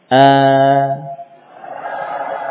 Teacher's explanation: Kalau hamzah kita baca dengan harokat, ya, fathah misalkan, maka akan terbuka pita suaranya.